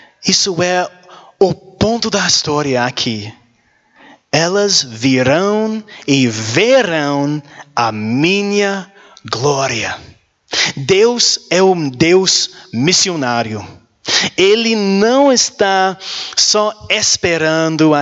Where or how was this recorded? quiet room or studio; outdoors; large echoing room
large echoing room